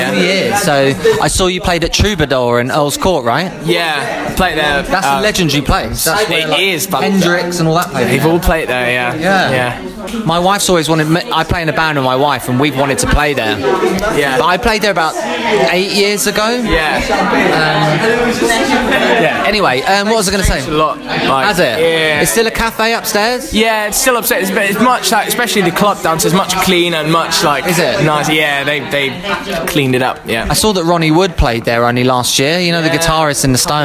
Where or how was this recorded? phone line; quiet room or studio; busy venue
busy venue